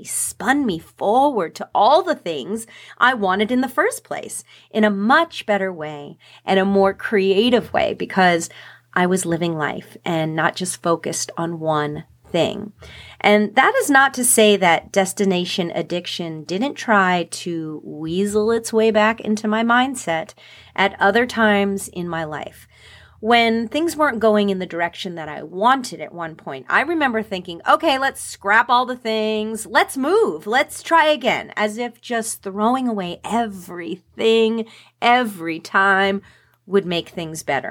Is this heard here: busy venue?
no